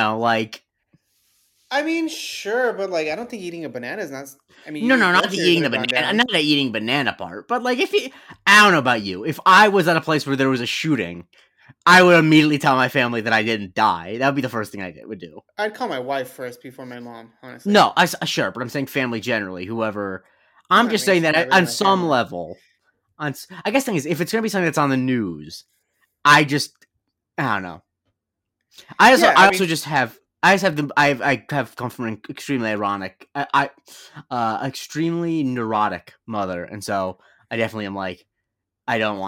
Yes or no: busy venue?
no